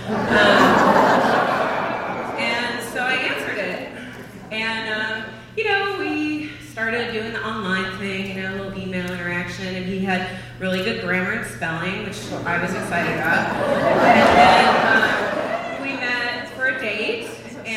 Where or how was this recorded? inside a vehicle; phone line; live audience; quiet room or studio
live audience